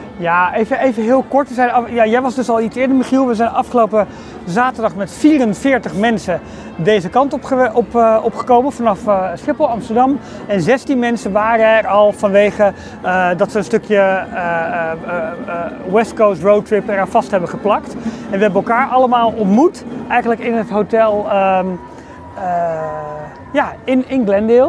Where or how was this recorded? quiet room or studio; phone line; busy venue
busy venue